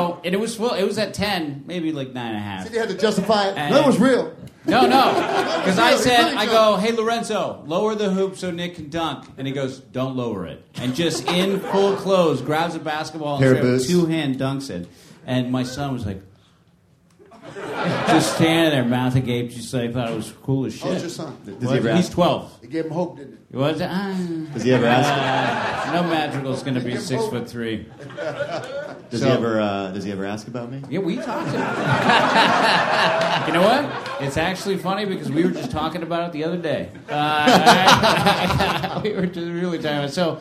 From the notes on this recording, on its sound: Recorded March 16th at Esther's Follies in Austin, Texas for South By South West Interactive 2015.